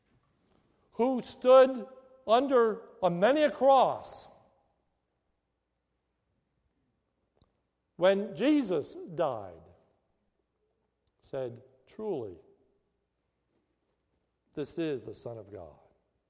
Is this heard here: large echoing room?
yes